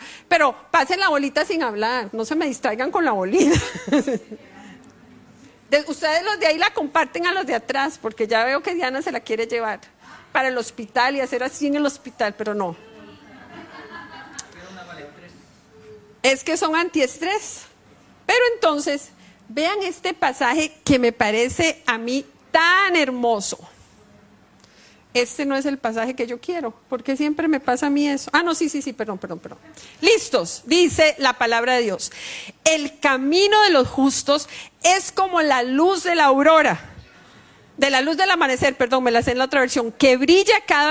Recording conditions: large echoing room